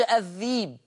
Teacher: تلاتة، لفظ الذئب في سورة يوسف يقرأ ورش الذيب، يبدل الهمزة ياء عشان ما قبلها كسر